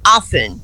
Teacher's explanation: Porém, a pronúncia oficial realmente não é com o T. Então você vai dizer often, só com o F, tá?